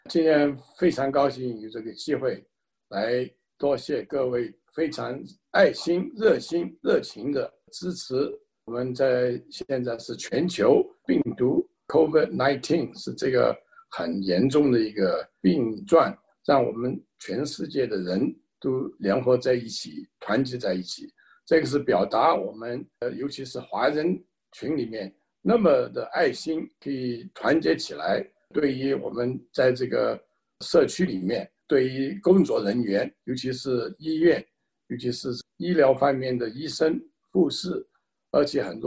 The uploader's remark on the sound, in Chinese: 西雅图“爱心午餐”新闻发布会。这是4月13日我在线上主持的一场新闻发布会的录音。